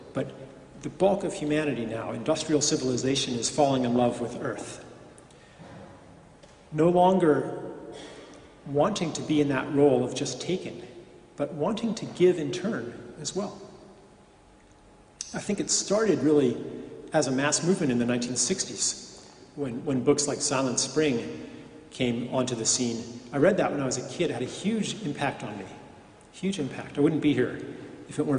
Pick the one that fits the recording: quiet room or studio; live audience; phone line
live audience